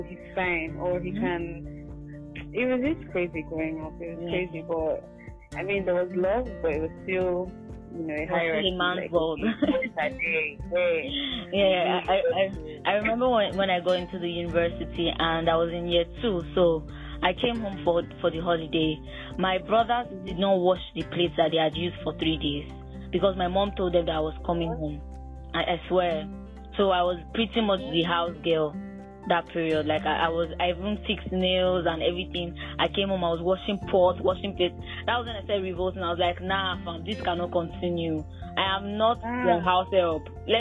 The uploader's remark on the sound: In this episode I did a phone interview.